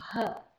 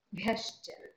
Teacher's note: because this is an aspirated consonant. Okay, so you have to breathe out the bha